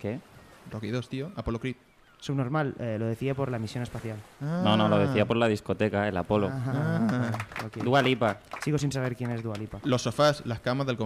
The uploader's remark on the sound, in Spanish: ¡En directo desde la playa!